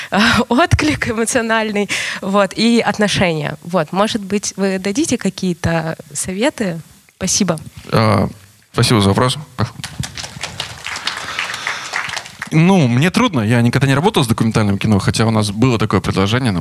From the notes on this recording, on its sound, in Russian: Это открытая запись встречи. Открытая запись на "Сценарном кэмпе". Который впервые проходил в этом августе в Тюмени. Спасибо ребятам из Центра развития регионального кино "Медиаполис" за приглашение и за запись.